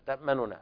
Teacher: وهو طبعا اختلاس ضمة النون، أصلها تأمننا فتقرأ النون الأولى بثلث الضمة تأمننا هكذا. · من طريق الشاطبية ورد الوجهين، الوجه الأول الإشمام والوجه الثاني الروم، وهو طبعا اختلاس ضمة النون، أصلها تأمننا فتقرأ النون الأولى بثلث الضمة